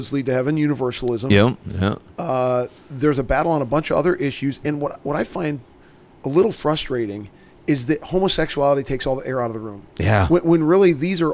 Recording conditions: busy venue